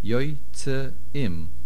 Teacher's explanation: If you don't make that shvano, it sounds like yoytzim, and you lose the aleph completely.